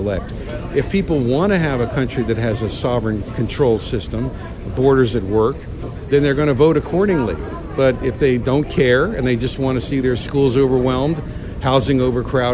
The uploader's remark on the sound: The … Show from the Federation for American Immigration Reform Conference. Interviews from the Federation for American Immigration Reform Conference.